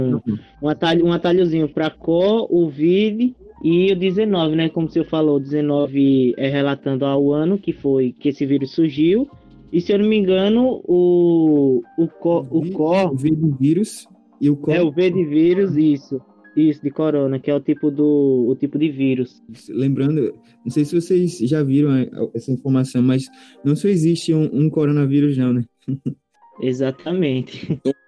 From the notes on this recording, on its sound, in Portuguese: Este podcast foi gravado em 14/08/2020 a distância. Da Escola De Educação Básica Centro Educacional Viver.